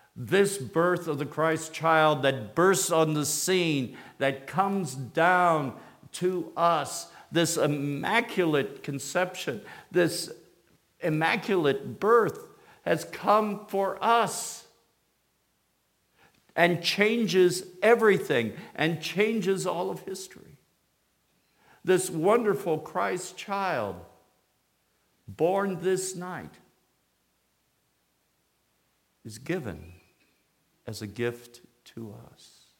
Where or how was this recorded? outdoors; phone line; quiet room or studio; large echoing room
large echoing room